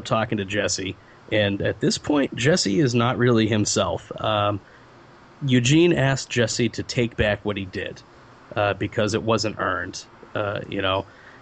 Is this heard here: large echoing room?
no